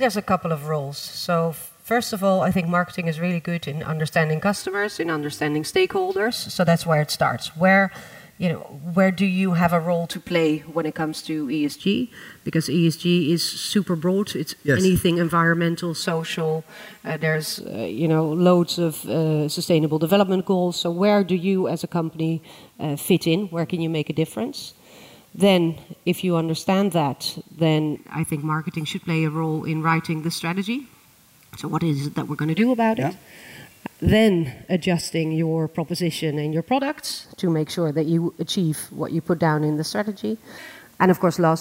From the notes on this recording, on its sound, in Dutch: Tijdens het CMOtalk diner in het Depot Boijmans van Beuningen live op het podium.